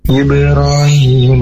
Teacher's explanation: إبراهيم، إبراهيم ini ada huruf ba mati termasuk dengan qalqalah, jadi bacaannya harus dipantulkan